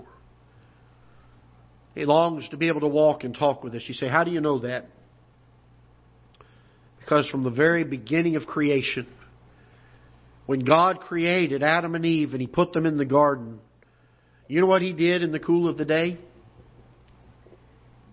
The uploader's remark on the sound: Ketha Heights Baptist Church ~ Live Broadcast